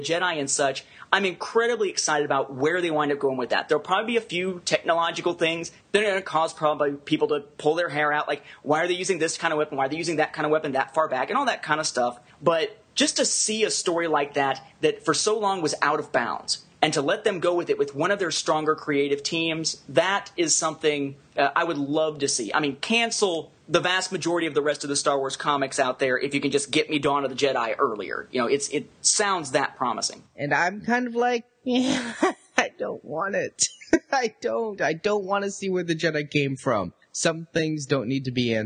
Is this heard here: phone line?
no